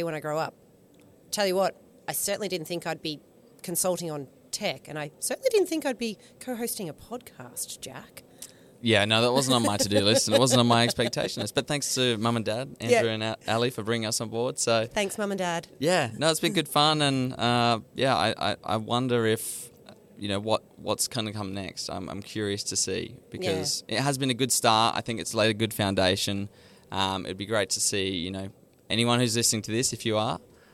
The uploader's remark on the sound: Live from Accountex 2023. At Accountex Australia!